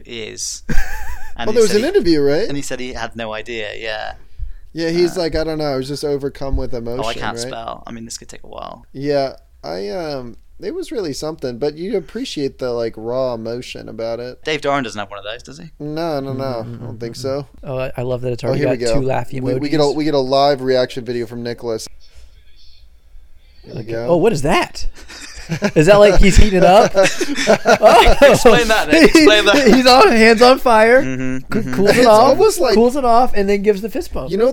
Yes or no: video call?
no